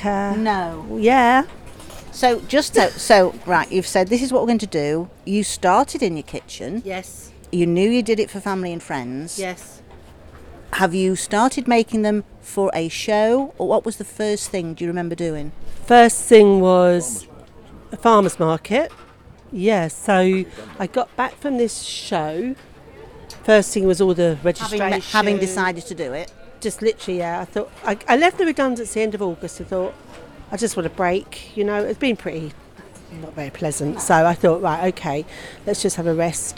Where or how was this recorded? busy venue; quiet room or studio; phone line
busy venue